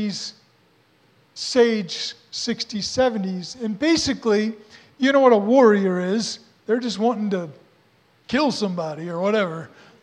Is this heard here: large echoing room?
yes